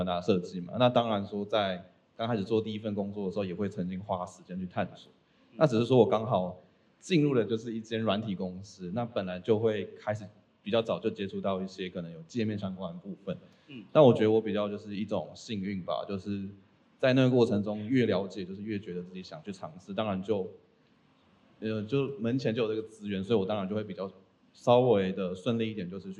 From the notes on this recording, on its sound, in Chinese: 本集節目首度實體化，以小聚交流形式呈現的現場錄音！因為現場收音的關係，音質還請多多包涵。